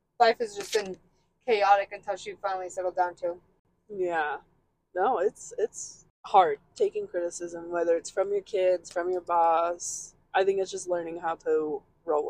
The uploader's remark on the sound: Our mics were not the best in this episode so we apologize in advance!